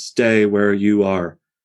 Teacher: He begins with a hard stress, stay where you are, four stresses in a row